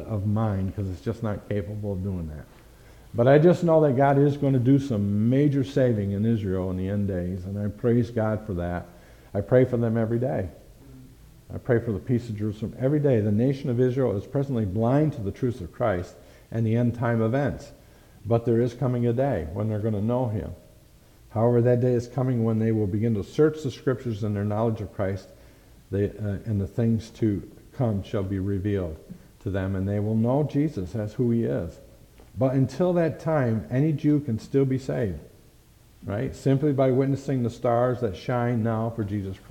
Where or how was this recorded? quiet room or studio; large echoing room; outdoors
large echoing room